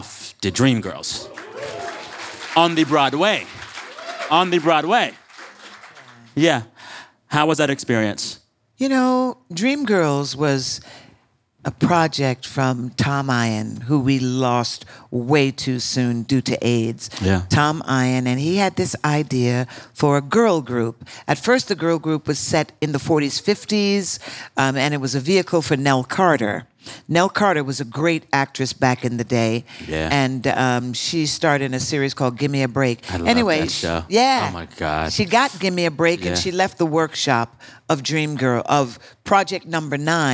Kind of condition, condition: setting, live audience